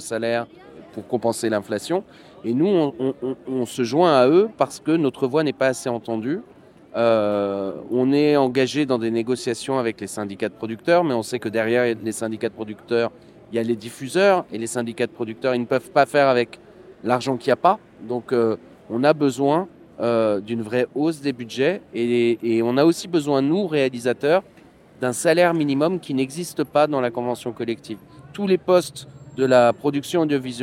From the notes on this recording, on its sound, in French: Épisode spécial, en extérieur, enregistré le 19 décembre dernier à l’occasion de la mobilisation des travailleur.euses de l’audiovisuel devant le ministère de la culture. J’ai interrogé des monteurs et monteuses mais aussi des réalisateurs et réalisatrices, sur les raisons de la colère.